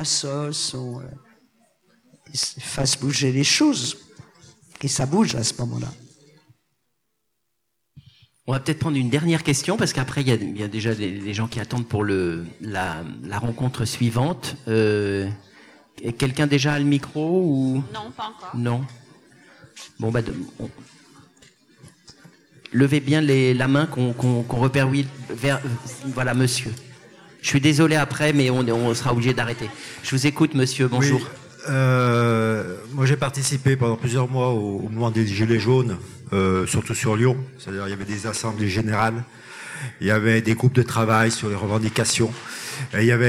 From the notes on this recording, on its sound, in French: Enregistré le 16 février 2020 dans le cadre de la 34ème Fête du Livre de Bron